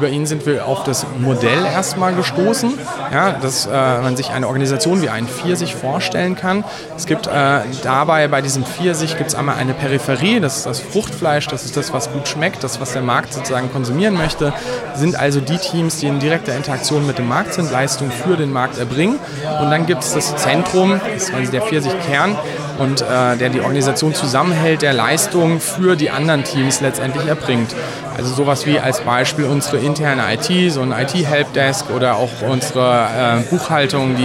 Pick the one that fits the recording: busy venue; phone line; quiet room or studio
busy venue